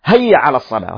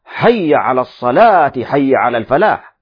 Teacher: وربما البعض يقول هيا بدل حي بالحاء يأتي بالهاء هيا على الصلاة، هذا خطأ.